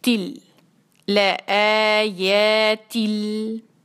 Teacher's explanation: کسرا اس کو ملائیں گے لام کے ساتھ، تل لآیا تل، یہاں پہ ہم ادغام کر رہے ہیں اس لیے کیونکہ دو کسرا کے بعد لام آ رہے اور یہ بغیر غنہ کے کریں گے